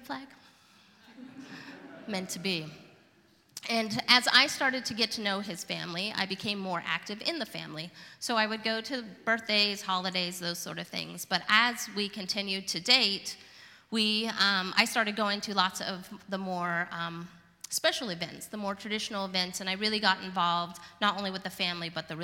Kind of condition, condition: setting, live audience